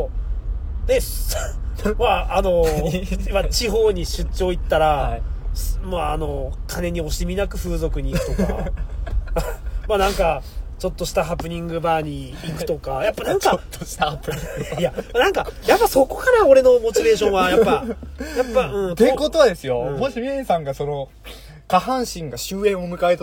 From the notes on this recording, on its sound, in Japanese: 仕事終わりに営業車の中にこもって。